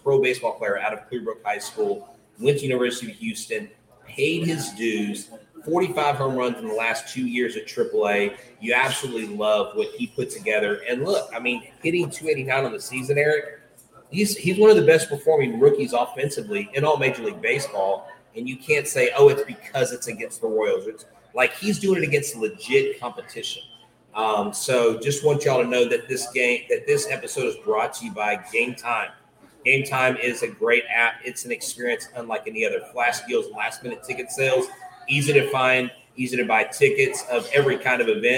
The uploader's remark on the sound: a live Locked On Astros podcast broadcasting from Hooters of Pearland